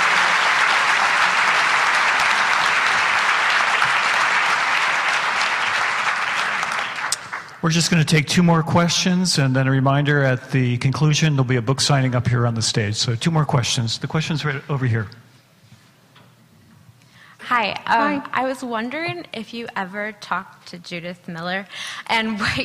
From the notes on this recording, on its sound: addresses an audience at UC Santa Barbara